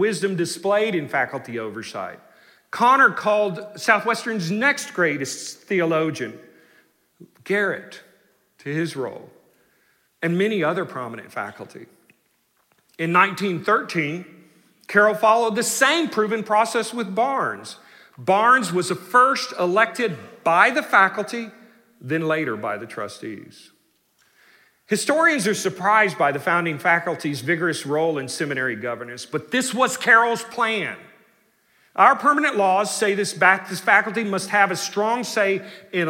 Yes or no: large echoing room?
yes